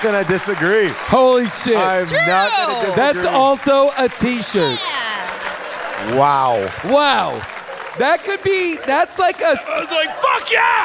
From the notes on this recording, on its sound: LIVE from Largo in LA.